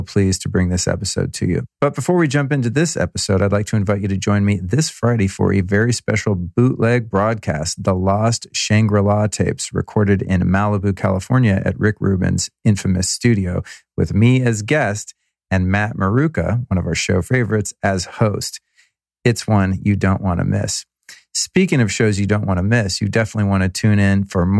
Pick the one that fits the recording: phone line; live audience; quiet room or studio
quiet room or studio